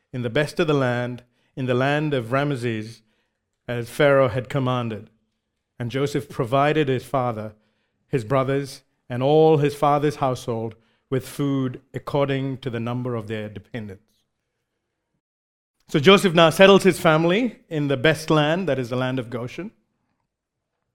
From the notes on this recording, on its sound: recorded live at Grace Community Bible Church